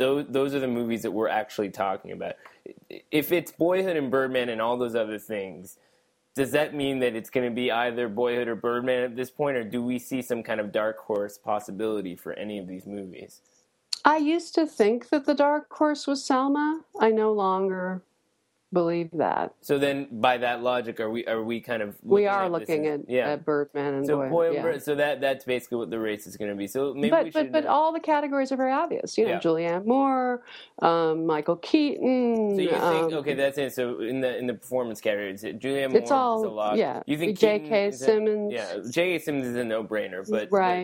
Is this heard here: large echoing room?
no